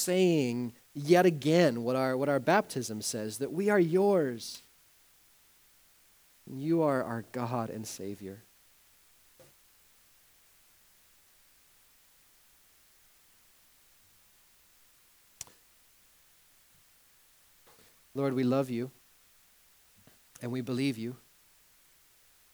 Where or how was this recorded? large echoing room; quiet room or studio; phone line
large echoing room